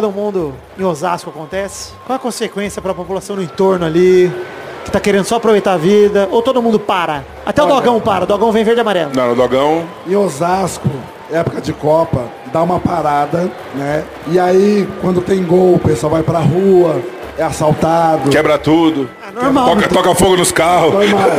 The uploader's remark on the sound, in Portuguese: o trecho que gravamos ao vivo do Espaço Creators na Comic-Con Experience de 2017